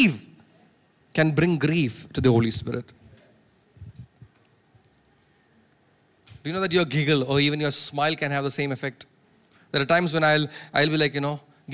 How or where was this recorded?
large echoing room